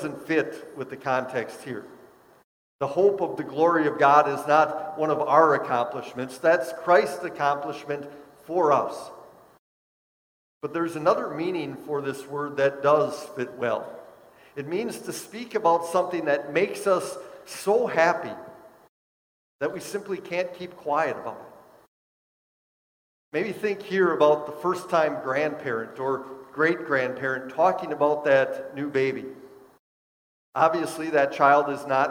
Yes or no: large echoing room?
yes